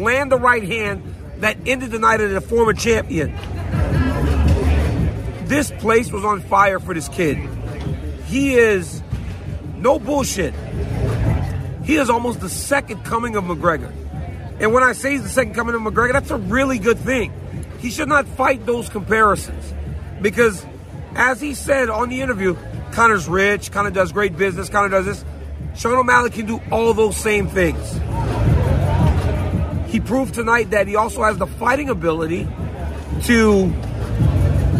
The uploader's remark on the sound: Is in Boston at the octagon to give you his INSTANT REACTION! UFC 292.